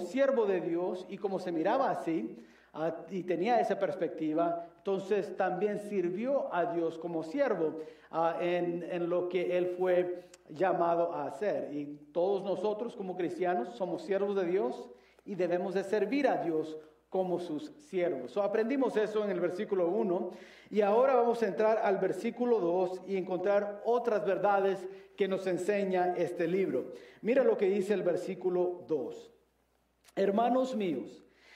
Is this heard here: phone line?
no